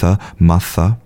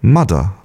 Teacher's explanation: the TH is going to transition and become more like a T or a D or an F · Shown in: second take · So, for example, in a word like mother, where, you know, the correct standard pronunciation would be to stick out your tongue and have a very clear th, mother.